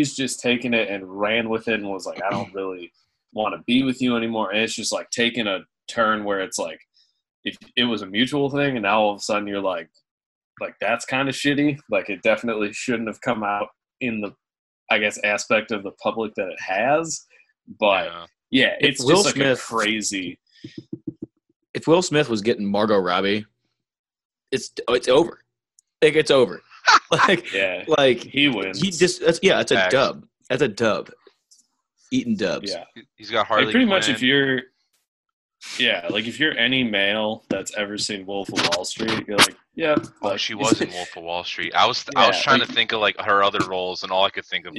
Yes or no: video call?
yes